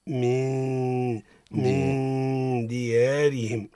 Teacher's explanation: أتى بعدها الدال اللي هو من حروف الإخفاء. حكمها الإخفاء مع الغنة. تقرأ هكذا من ديارهم.